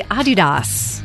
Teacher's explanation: slight emphasis on the first syllable, not Adidas.